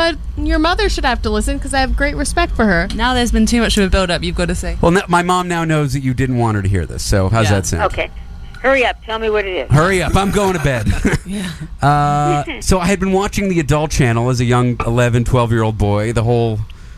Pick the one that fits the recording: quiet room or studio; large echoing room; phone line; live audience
phone line